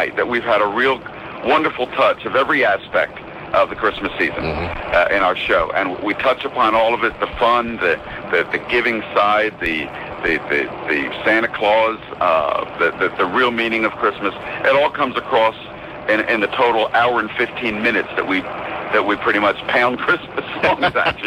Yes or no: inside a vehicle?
yes